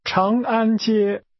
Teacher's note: pronounced with first a rising tone, then two high-level tones